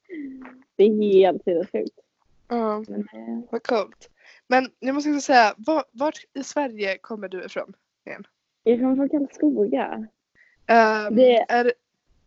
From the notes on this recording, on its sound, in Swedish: Smärre ljudproblem igen...